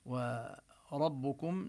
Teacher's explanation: وربكم نبين الراء مفخمة